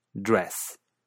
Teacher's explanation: en Canadá, la vocal de dress sufre cierto retraimiento de la lengua, así que dress suena dress.